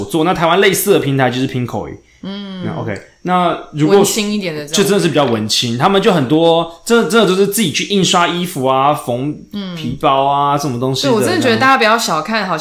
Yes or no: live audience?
no